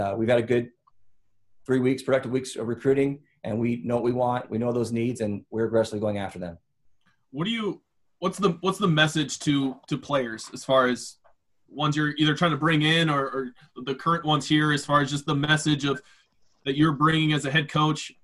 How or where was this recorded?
video call